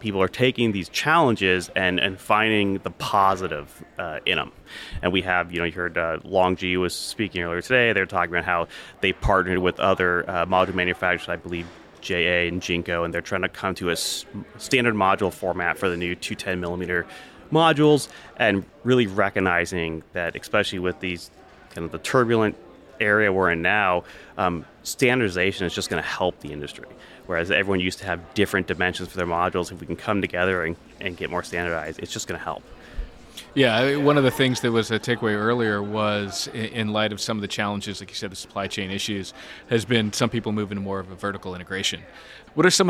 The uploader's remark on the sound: Live At The Solar & Energy Storage Summit. Is live in San Diego, bringing you highlights from each day of the conference.